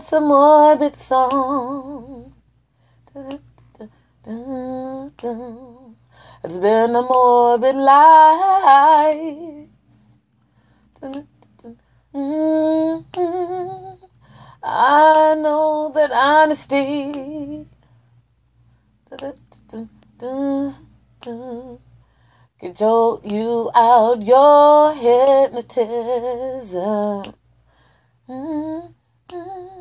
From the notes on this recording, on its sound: Freestyled off the top of my head & heart, recorded on my mobile phone.